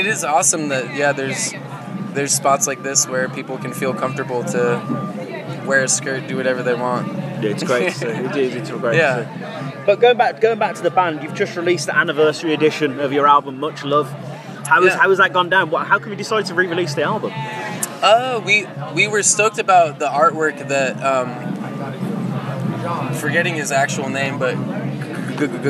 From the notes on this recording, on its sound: From our 'Live from 2000 Trees 2023' series.